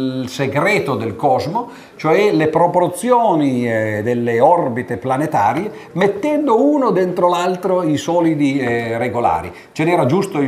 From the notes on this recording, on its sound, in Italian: Registrazione del 21/1/2011, presso l’Università di Padova, Aula C, Polo Didattico, via Bassi 2. Presso l’Università di Padova, Aula C, Polo Didattico, via Bassi 2 (di fronte alla Torre Archimede, sede del Dipartimento di matematica).